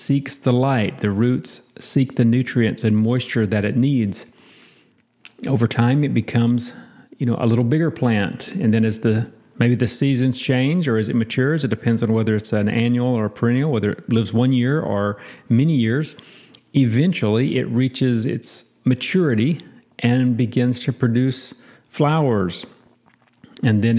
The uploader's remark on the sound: How appropriate that I am sitting in a half-finished room as I record this!